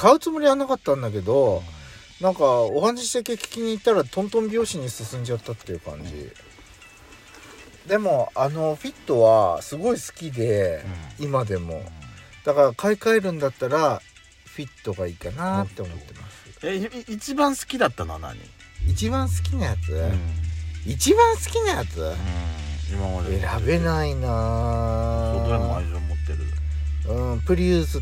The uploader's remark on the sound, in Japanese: 2人組。パーキング収録。